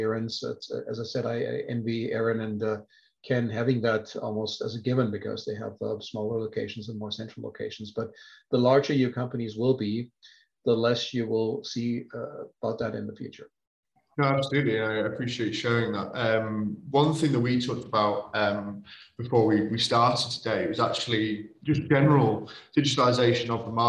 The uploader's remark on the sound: In CM Industrial’s latest live webinar, we spoke to water industry leaders.